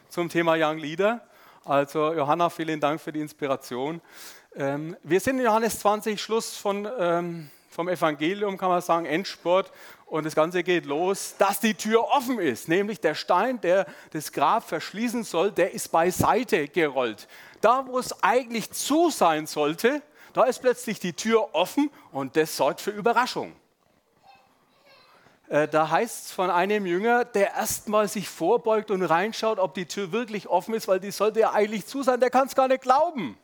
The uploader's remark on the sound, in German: Sonntagspredigt beim SUMMIT 2023